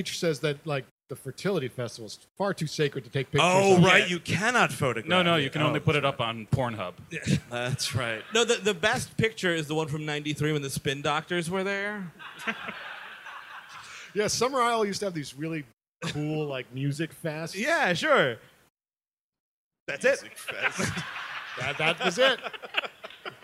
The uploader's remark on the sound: Live at the Gramercy Theatre